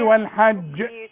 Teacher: ومدام الجيم ساكنه لازم تقلقل · Term: القلقله